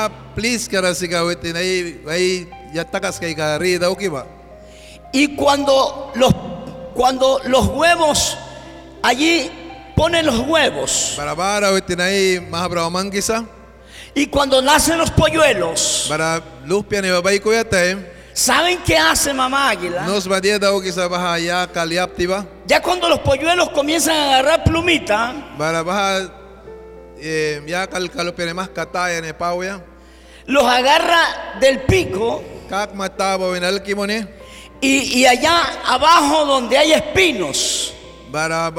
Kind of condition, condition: setting, large echoing room